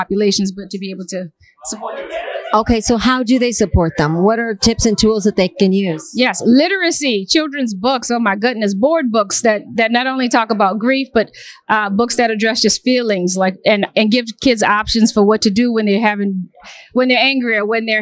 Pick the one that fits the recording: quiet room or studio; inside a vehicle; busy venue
busy venue